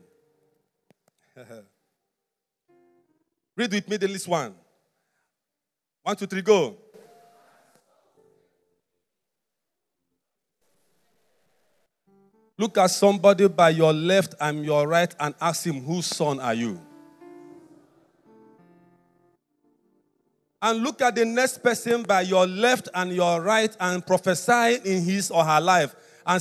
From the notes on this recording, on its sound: Message preached at the Overcomers Church World Outreach - Harvest Land, on Sunday, October 31, 2021